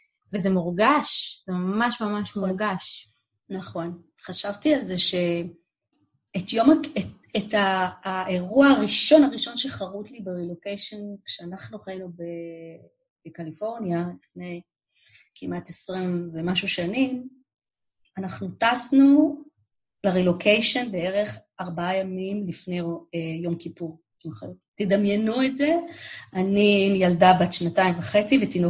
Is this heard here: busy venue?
no